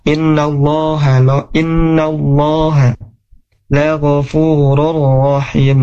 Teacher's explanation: lafaz Allahnya di sini tebal ya, tafkhim